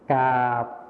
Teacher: ส่วนภาษาถิ่นอีสานนะคะเราจะไม่ใช้คำควบกล้ำรอเรือ